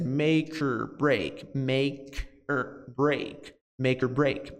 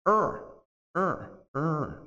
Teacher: E daí a gente vai ter a nossa primeira redução da palavrinha or, que ao invés de or, soa como er.